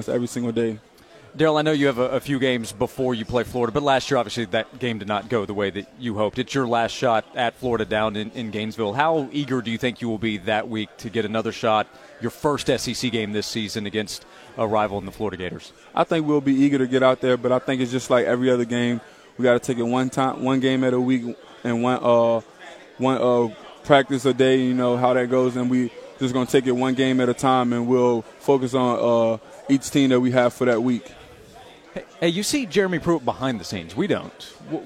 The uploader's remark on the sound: Joined Sports 180 live from SEC Media Days in Hoover.